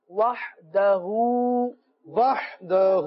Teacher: وحدہ کے آخر میں ہا ہے، اس ہا کو واضح کرنا ضروری ہے